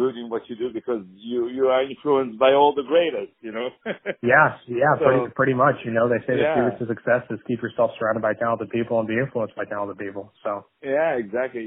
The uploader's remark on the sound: On the phone